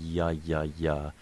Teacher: it's sort of the middle of the tongue going straight up towards my hard palate · Term: yod